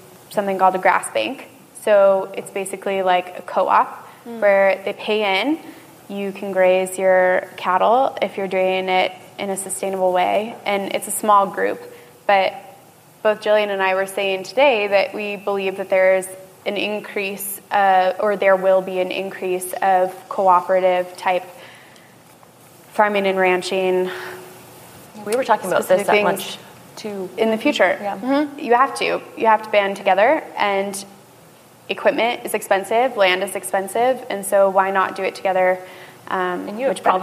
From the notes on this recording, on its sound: This episode is a special recording from a Mountain & Prairie live podcast in Bozeman, Montana. More than 300 folks gathered at the historic Ellen Theatre in downtown Bozeman to watch, listen, and participate.